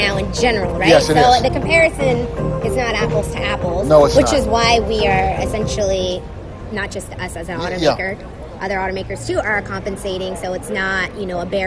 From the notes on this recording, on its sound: LA Auto Show, Day 2. We explore the other sights and sounds during our second day of visiting the 2017 LA Auto Show.